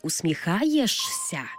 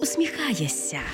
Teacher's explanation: Замість «шся» вимовляємо «ся». · Shown in: second take